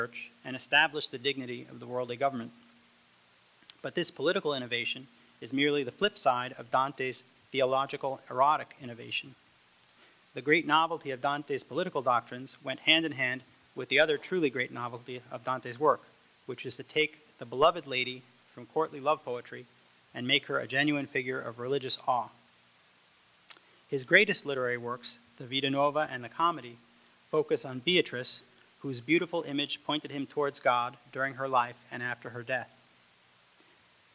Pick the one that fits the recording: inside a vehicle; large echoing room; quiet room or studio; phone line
large echoing room